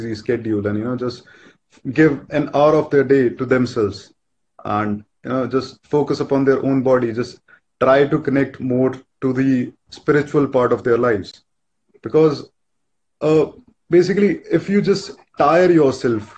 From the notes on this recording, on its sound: a recorded Instagram live